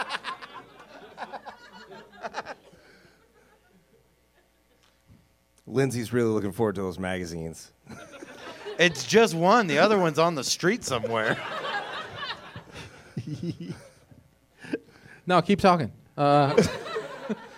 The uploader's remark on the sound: Live from the Improv in Orlando